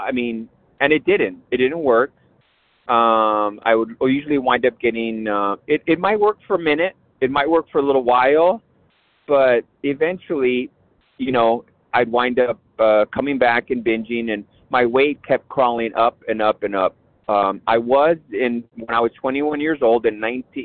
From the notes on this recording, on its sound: 100 Pounders Phone Meeting.